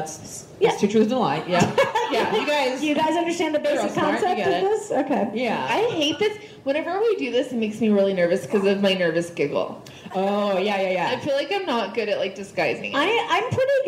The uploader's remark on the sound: Live From Boise! This week, the ladies are coming at you LIVE from Boise, Idaho!